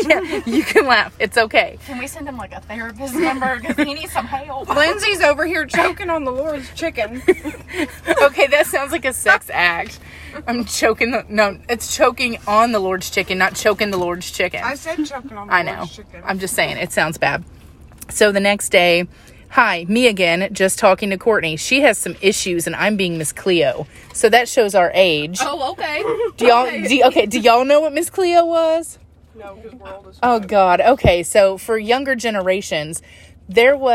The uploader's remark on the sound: Live from a chick fil a parking lot somewhere